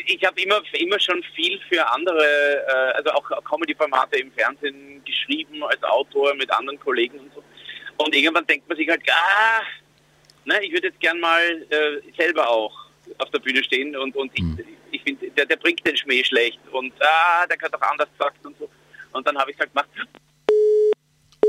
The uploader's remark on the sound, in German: im Live-Call auf JOKE FM